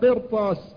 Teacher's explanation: فإن الراء تفخم لمكان حرف الاستعلاء الذي بعدها